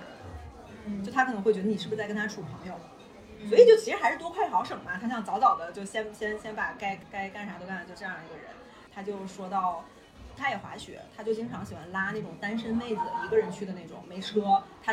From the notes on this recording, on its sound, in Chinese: 已经努力降噪了，音质还是有点差